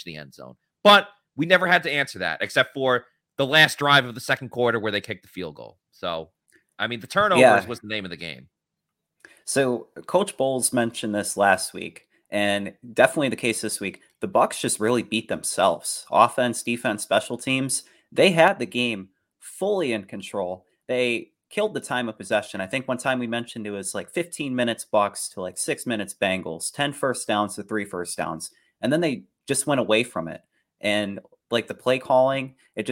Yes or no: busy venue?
no